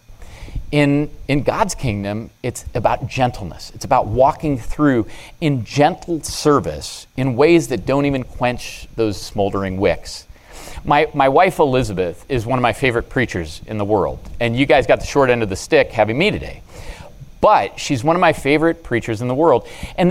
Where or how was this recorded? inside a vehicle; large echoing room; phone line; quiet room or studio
large echoing room